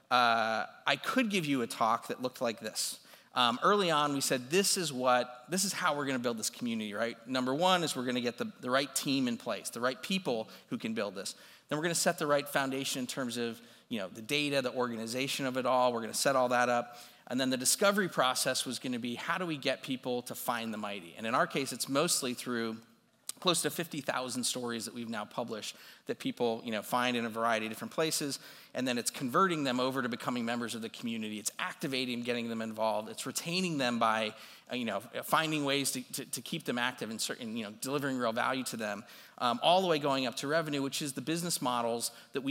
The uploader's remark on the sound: This recording is from his talk at CMX Summit.